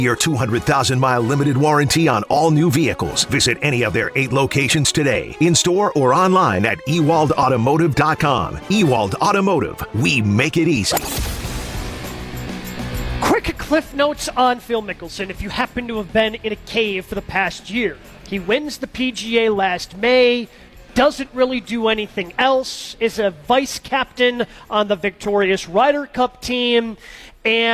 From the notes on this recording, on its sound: Masters preview live from Fairways of Woodside.